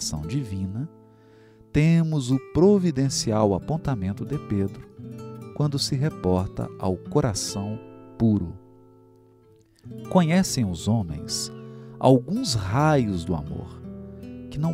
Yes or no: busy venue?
no